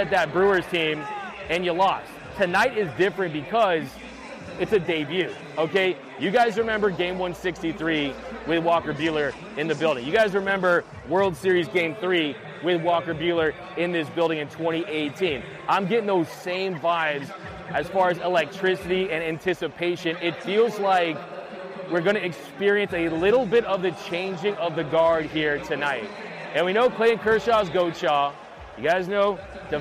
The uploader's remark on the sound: Live From Dodger Stadium